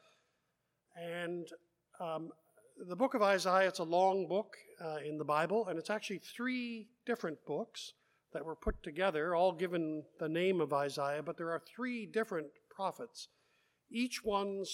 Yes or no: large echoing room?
yes